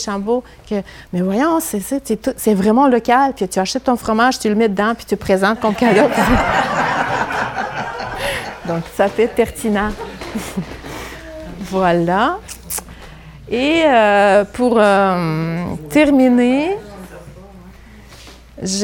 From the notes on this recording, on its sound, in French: Diffusion en différé de la conférence donnée à l'occasion de la journée Biais Textile du 9 septembre 2023